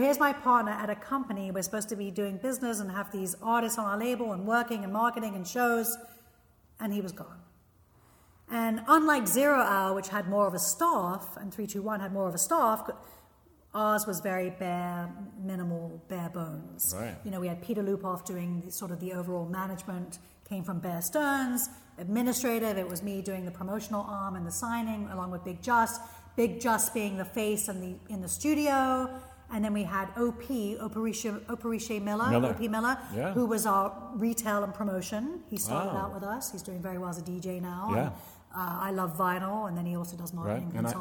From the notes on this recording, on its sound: We recorded this conversation in an empty elementary school class room, which you can pick up in the overall ambience of the recording. I had to record the intro on my telephone, thus the poppin' P's!